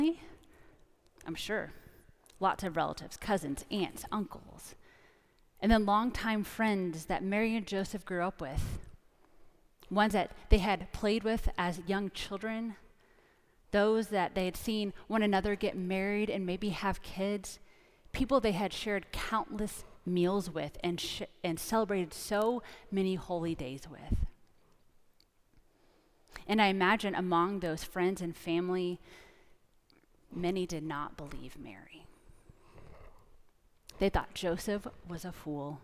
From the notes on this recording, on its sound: Preached in our 8 PM traditional candlelight service. 3101 Coit Road – Plano, TX.